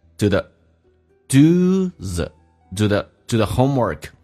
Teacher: th 音可以不咬舌，去上一发 z 这个发音 · Term: 弱化现象